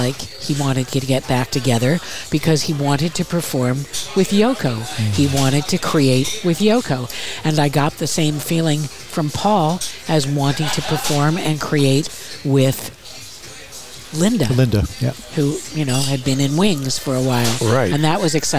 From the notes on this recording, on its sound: Recorded in Palm Desert at Skip Paige’s Little Bar – the Center of the Coachella Valley Universe.